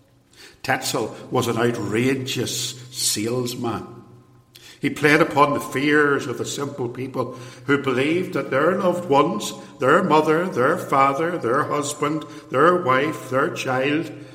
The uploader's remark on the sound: lecture, given in 2017 at Templepatrick Reformed Church